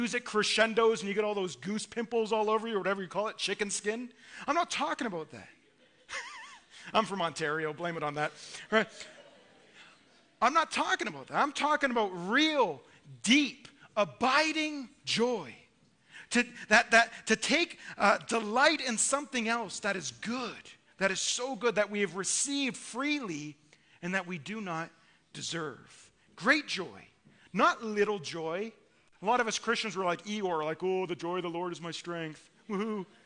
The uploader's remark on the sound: Listen to our Christmas Eve sermon delivered at our evening service.